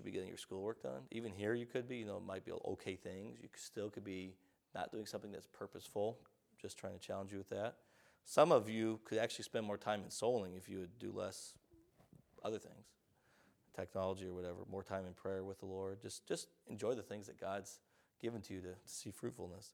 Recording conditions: large echoing room